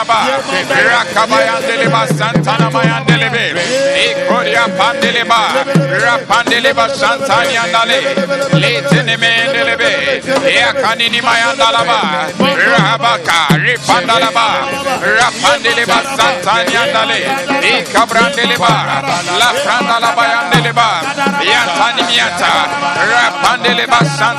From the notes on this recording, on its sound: Preached at the Doxa Service 11062023